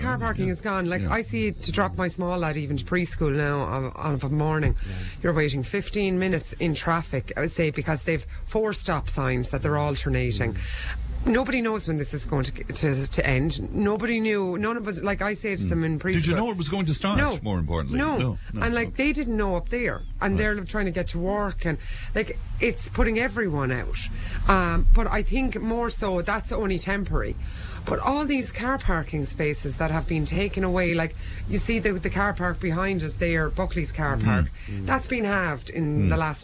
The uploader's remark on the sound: Friday's show came live from Cashel as part of Cashel Arts Festival! Members of Cashel Comhaltas performed some songs.